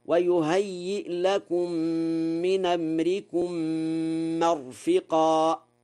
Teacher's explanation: قرأ ورش: مرفقا بفتح الميم وكسر الفاء، وهما لغتان في الأمر الذي يرفق فيه ولا يخفى، نقل حركة الهمزة إلى الساكن قبلها في قوله: من أمركم، فيقرأ هكذا: ويهيئ لكم من أمركم مرفقا.